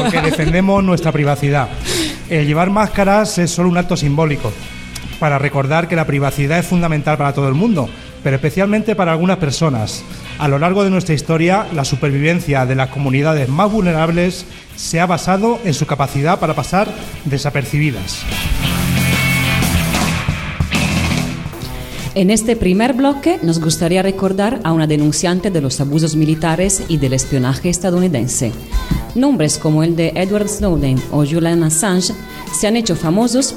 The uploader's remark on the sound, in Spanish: Dentro del maratón radiofónico en directo “Almaina al Sol“, celebrado el pasado 30 de enero en la sala de artes escénicas El Apeadero (Granada).